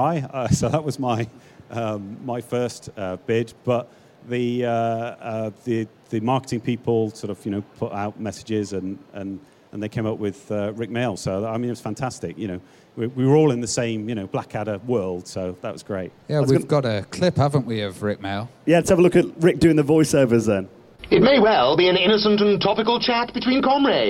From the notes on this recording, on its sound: Panels recorded live at PLAY Expo Manchester.